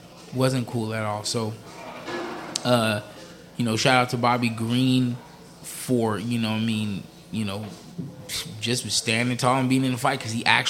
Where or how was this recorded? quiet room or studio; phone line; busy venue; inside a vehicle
busy venue